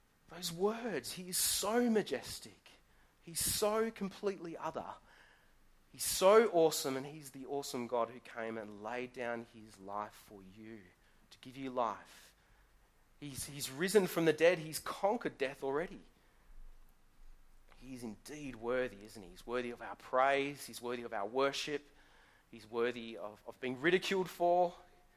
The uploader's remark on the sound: Sermon recorded live from Morley Baptist Church.